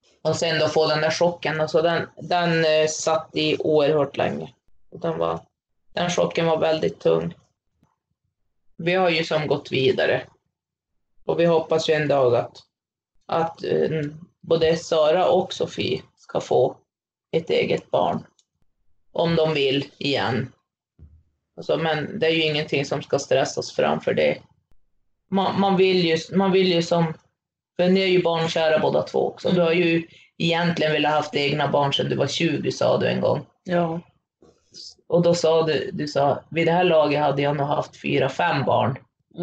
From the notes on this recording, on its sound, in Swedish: Tyvärr är ljudkvalitén något sämre i detta avsnitt eftersom vi spelade in via länk.